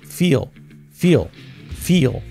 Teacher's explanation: Y la L del final que nos contamina pues la vocal.